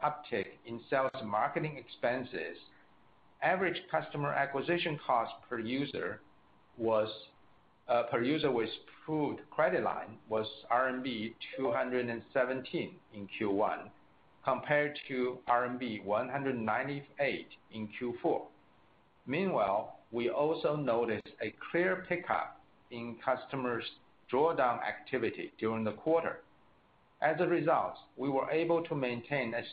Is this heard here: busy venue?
no